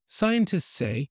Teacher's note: Scientists say, so you can elongate, you can make it longer, but you have to pronounce, you have to make the S sound, and then stop it with a T, and then release it again.